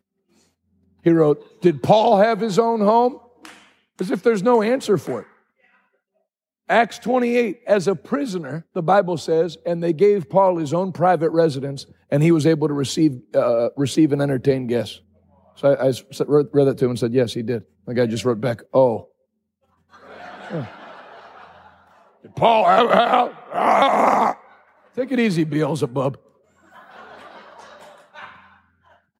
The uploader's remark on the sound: Live from Hope Church St. Louis Day 2.